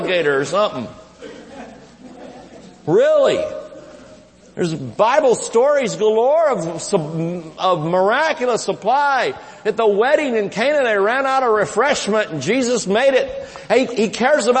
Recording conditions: large echoing room